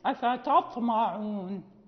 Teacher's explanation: وقلنا إذا كان كذلك إذا جاورت تاء طاء مثلا نتحرز من أن ننطق بها مستعلية، فنقول مثلا أفتطمعون، يعني لأن الطاء هي أقوى الحروف ففيها كل صفات القوة، فإذا جاورتها التاء وهي أضعف منها كثيرا فتجذبها. أفتطمعون، لابد أن نستفيل بالتاء ونعطي الطاء استعلاءها وقلقلتها